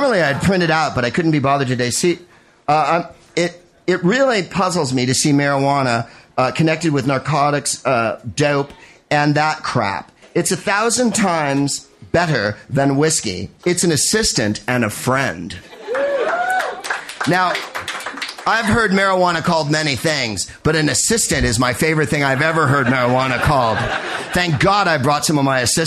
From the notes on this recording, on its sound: Proopcasting live from The Carleton in Halifax, Nova Scotia